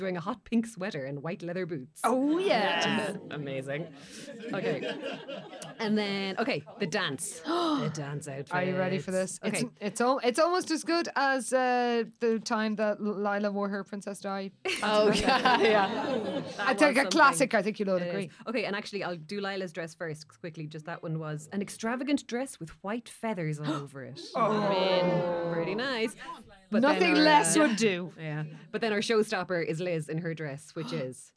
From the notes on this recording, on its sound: WINTER CARNIVAL - LIVE! It's our very first live show.